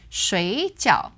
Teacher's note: 水, normally third tone for water, becomes second tone, third tone.